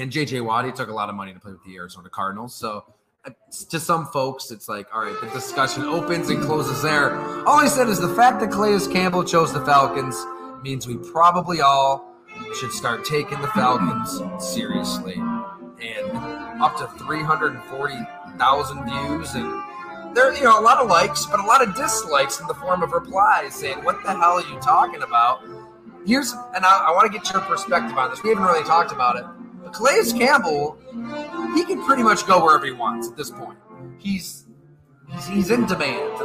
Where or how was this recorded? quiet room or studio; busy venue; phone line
busy venue